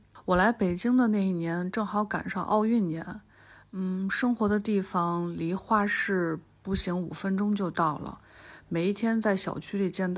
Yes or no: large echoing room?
no